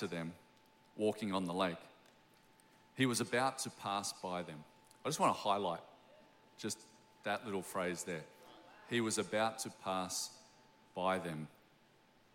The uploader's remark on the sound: Recorded during our 9am service on Sunday, the 4th of February 2024